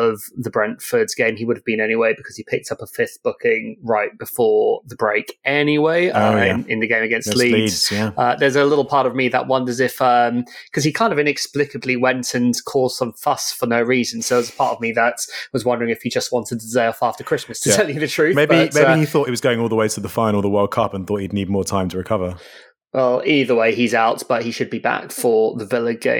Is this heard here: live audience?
no